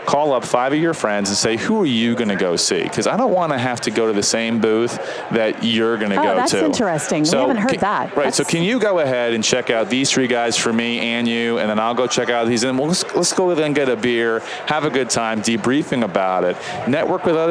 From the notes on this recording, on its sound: LIVE from Las Vegas, at #HRTechConf